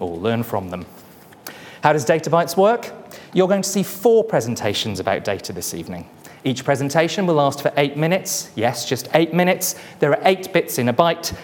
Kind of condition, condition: setting, live audience